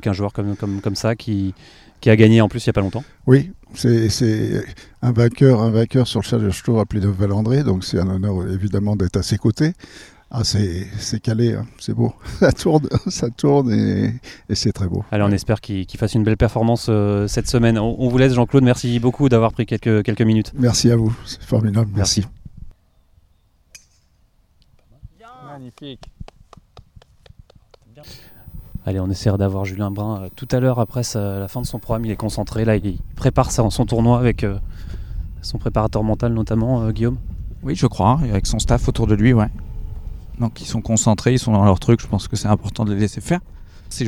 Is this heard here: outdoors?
yes